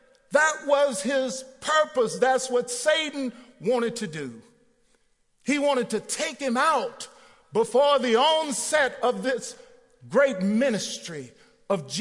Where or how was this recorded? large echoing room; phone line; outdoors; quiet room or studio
large echoing room